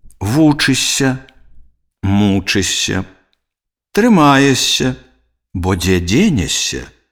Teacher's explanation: Спалучэнні ш с ж с паміж галоснымі вымаўляюцца як падоўжаны мяккі с.